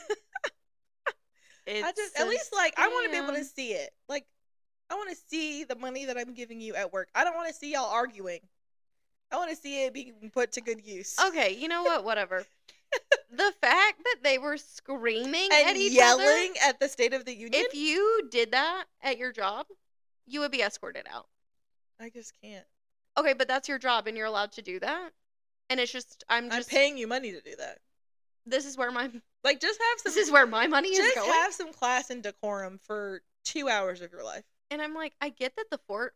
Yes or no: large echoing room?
no